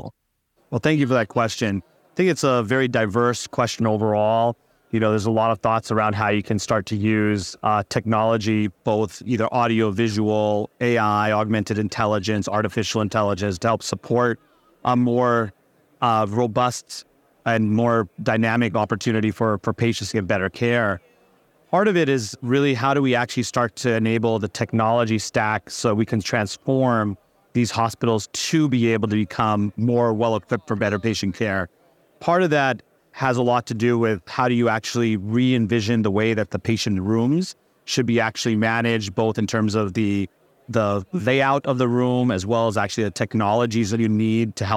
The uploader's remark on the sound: Special Episode LIVE from the floor of Becker's